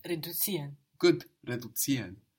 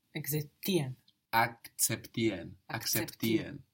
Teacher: And Zs in German are pronounced TS. TS. That's the pronunciation of a Z sound in German.